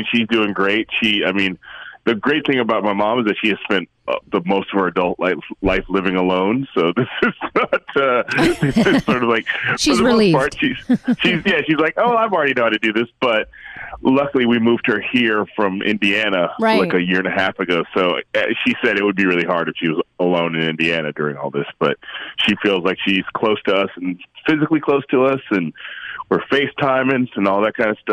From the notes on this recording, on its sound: He was gracious enough to hop on the phone with us during the beginning of the Coronavirus lock down while he is quarantined with his family and helping to home school his daughters.